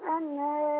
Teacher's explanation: النون لازم تغن وتمدي